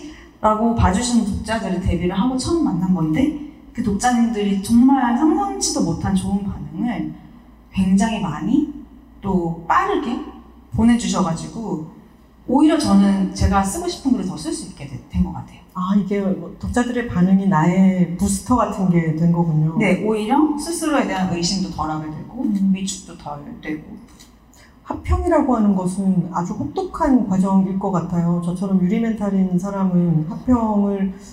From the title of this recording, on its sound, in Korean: 특집 공개방송 2부